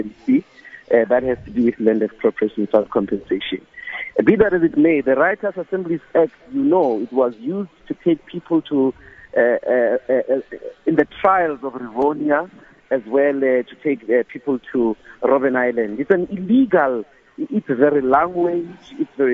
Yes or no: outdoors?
yes